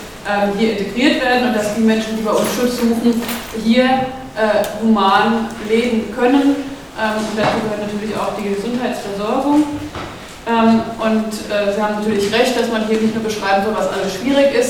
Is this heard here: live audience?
yes